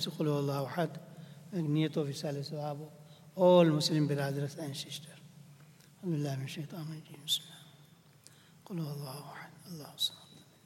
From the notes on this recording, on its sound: at the Houghton Masjid (West Street)